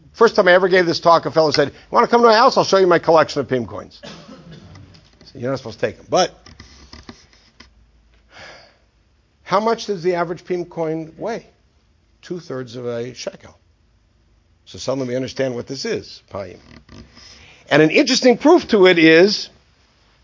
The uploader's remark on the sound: This lecture was given at Century Village, Boca Raton FL as part of a Scholar-In-Residence weekend.